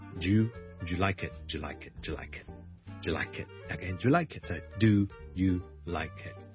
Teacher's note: Do you 呢很多时候呢就会掠埋一嚿嘅。Do 呢直情唔见埋个 vowel 就变咗 D 音加个 U 变咗 you.